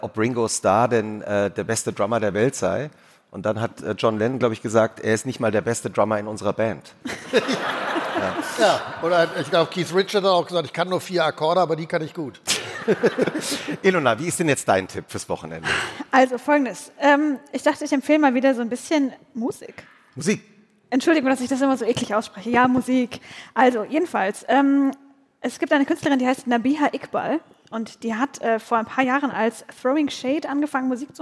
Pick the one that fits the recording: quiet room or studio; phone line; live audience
live audience